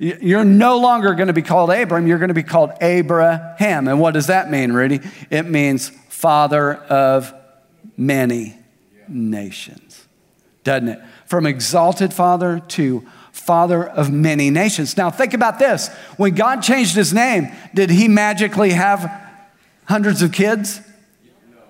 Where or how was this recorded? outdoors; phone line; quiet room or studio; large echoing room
large echoing room